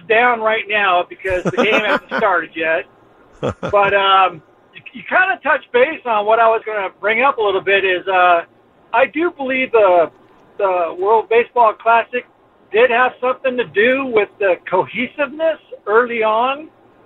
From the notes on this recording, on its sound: Takes phone calls from Padres fans.